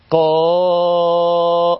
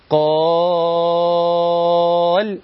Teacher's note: اللي انت بتمده ده الف، انت بعد انت خلصت القاف المفتوحه وانتقلت الى الف طويله فتقول قال، هنا المد بالالف.